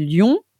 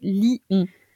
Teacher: une diérèse, on prononce en deux syllabes, deux voyelles contiguës · Shown in: second take